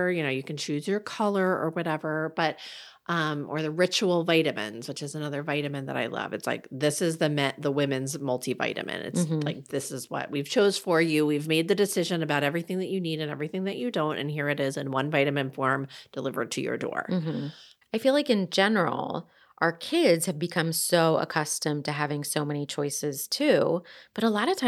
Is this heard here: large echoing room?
no